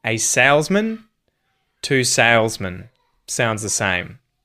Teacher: So whether it's salesman, as in a salesman, or two salesmen, both of those will get contracted and man and men will become men with the schwa